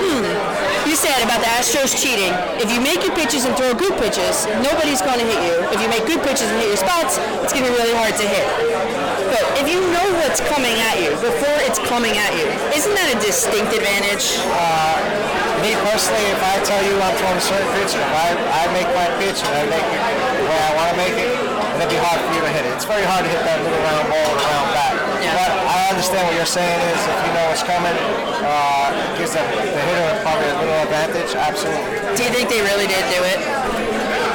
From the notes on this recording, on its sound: 2019 IABF Gala. Giondo on the Water Italian American Baseball Foundation annual gala.